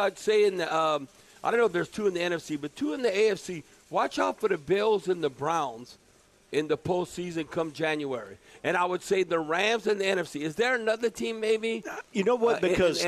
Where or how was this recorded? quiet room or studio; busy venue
busy venue